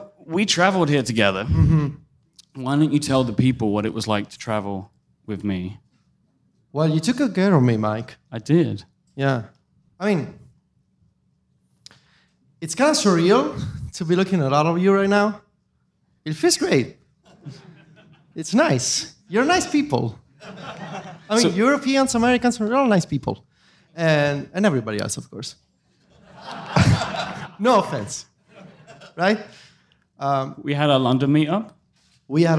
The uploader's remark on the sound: The Relay FM family comes together in San Francisco to discuss the WWDC announcements in front of a live audience.